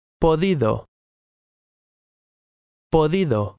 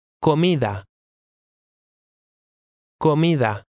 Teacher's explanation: A Spanish D is often softer than in English, closer to a TH sound, especially when it comes between two vowel sounds.